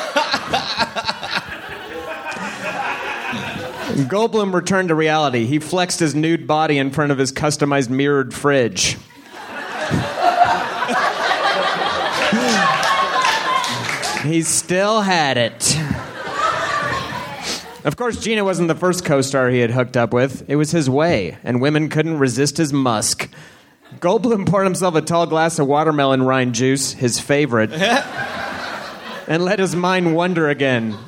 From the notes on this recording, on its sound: Recorded at the Bug Theater in Denver, October 13,2013.